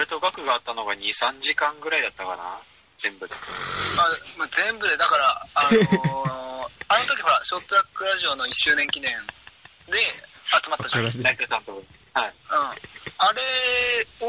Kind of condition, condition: link, phone line